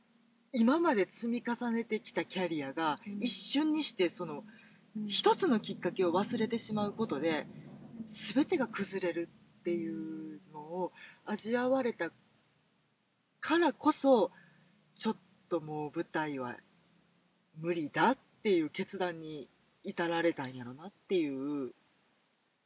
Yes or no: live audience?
no